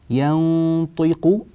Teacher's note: النون غنتها مفخمة لأجل الطاء